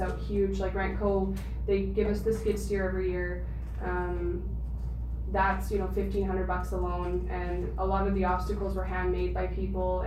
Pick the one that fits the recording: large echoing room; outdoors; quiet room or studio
large echoing room